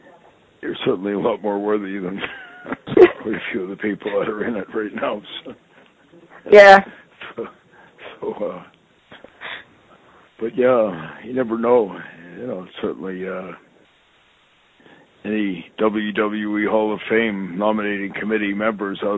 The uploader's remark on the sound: I sit down on the phone with my friend